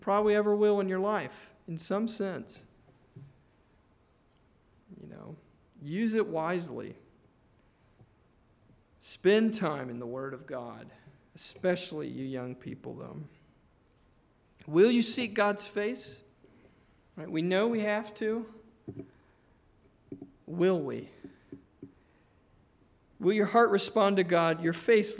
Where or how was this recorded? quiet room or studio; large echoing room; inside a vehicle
large echoing room